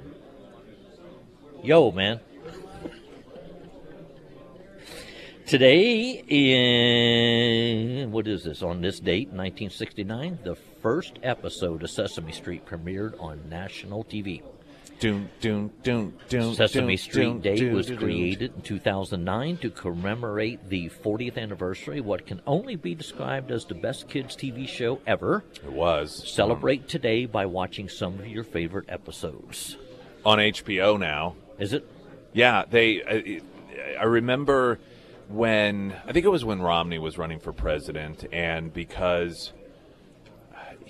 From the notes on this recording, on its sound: live at Scramblers Diner.